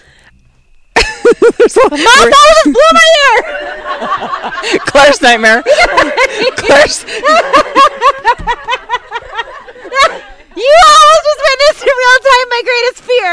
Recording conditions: outdoors